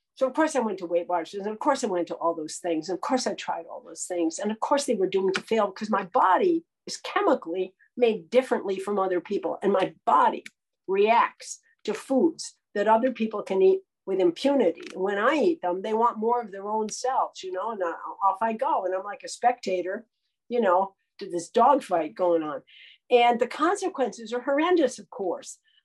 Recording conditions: video call